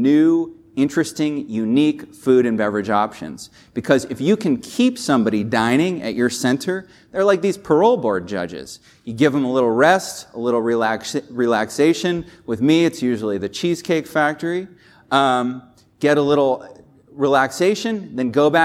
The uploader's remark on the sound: This episode was recorded live from the stage at Retail University, a JLL training event.